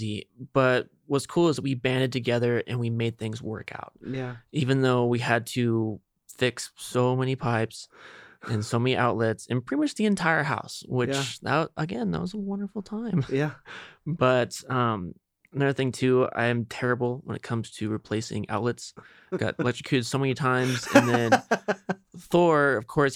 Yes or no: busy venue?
no